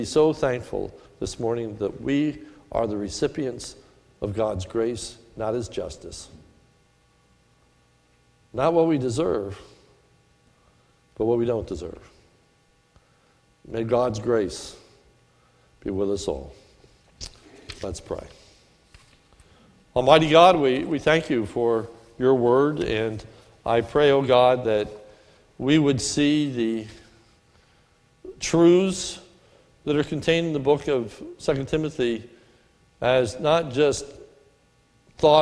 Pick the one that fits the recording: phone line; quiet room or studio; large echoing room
large echoing room